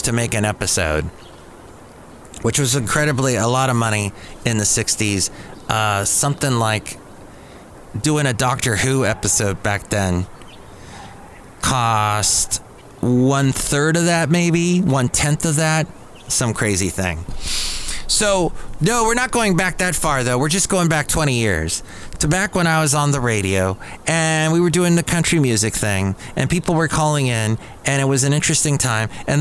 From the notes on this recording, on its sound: podcasts live from Cafe Anyway